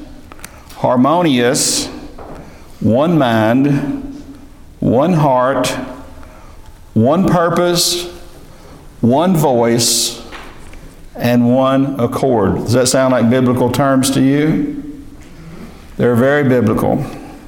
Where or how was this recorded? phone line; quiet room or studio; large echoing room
large echoing room